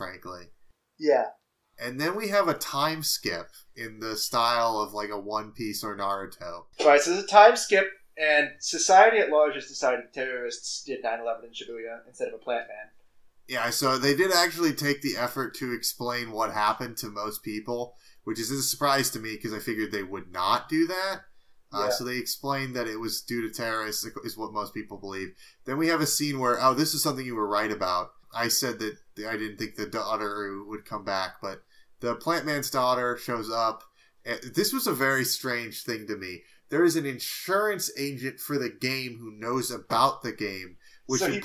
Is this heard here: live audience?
no